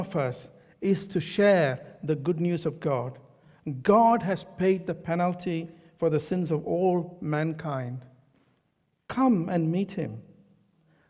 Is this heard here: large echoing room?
yes